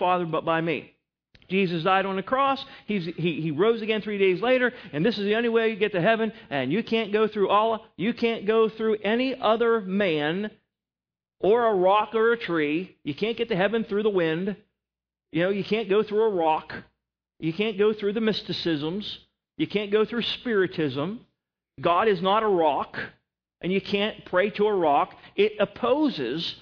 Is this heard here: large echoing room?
yes